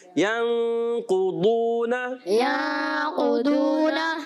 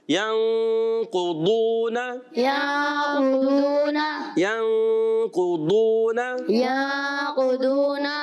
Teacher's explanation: ضاد ادا ہوتا ہے زبان کا بغلی کنارہ یعنی زبان کی کروٹ اور اوپر کی داڑوں کی جڑوں سے